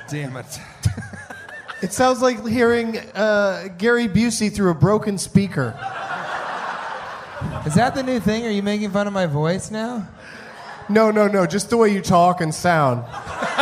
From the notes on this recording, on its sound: Recorded at Parlor Live Comedy Club in Bellevue, Washington on April 3rd, 2011.